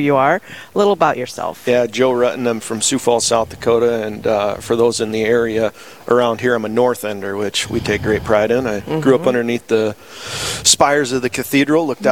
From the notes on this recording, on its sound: speaking at the Faith and Business Conference